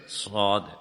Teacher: Kalau sifat sad itu isti'la, diangkat lidahnya sehingga bunyinya terangkat, bundar.